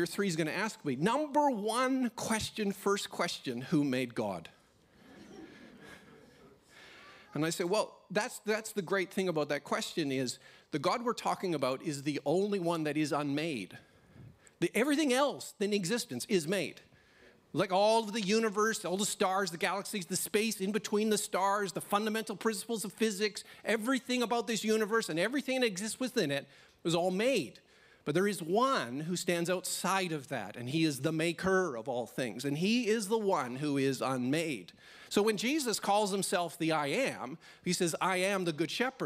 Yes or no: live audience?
yes